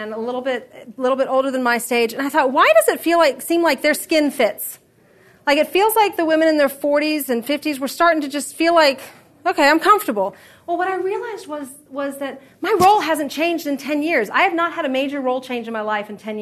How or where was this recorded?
live audience